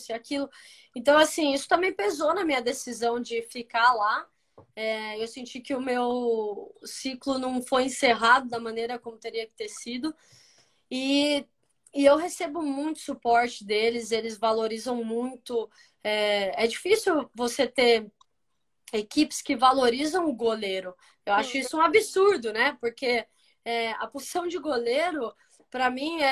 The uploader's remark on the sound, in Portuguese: Rolou uma live no meu instagram